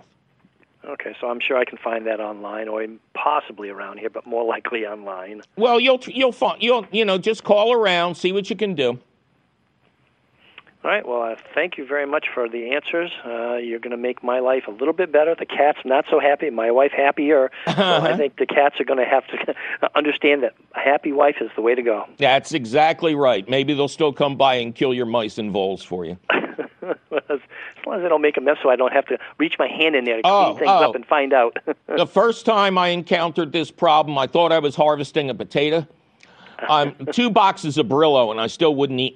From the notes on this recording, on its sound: your Fabulous Phone Calls!